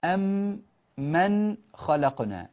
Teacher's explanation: لاحظوا قوله تعالى أم من خلقنا، أم من، فندغم وتصير يصير النطق بميم واحدة مشددة، أم من خلقنا.